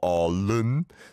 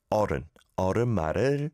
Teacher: There's no dark L in the back of your throat. It's at the front. It's very light. · Shown in: second take